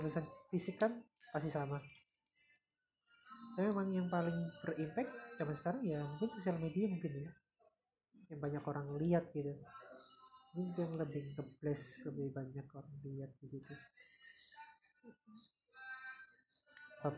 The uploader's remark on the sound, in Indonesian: Mohon maaf apabila suaranya sedikit kurang jelas dan sedikit berisik